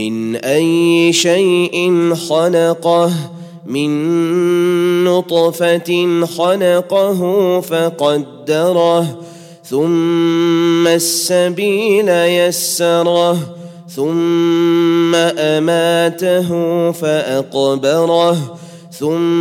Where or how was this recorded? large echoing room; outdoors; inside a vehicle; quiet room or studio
large echoing room